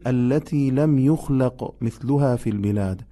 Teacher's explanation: دقت بفرمایید، کلمه یخلق قافش صفت قلقله به خودش میگیره